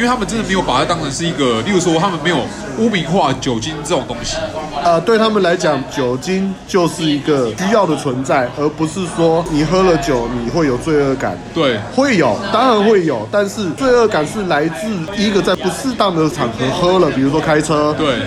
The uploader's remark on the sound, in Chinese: 錄音地點：紅點桌邊飲 Redpoint Brewing Co.本集白噪音指數：北風級 4/5。